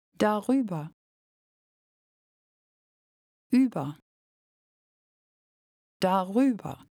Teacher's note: In German, when you make a statement using a phrase like about it, with it, after it, and so on, the particle da replaces English it. Here, because über begins with a vowel sound, you add an R sound before it